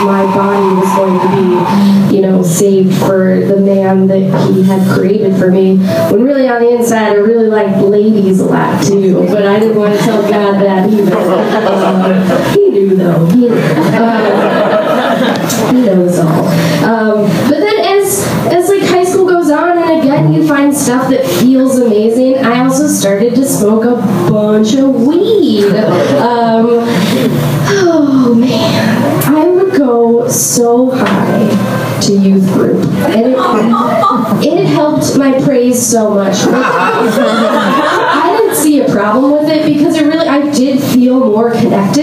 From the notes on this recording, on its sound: Live from Genuine Joe's.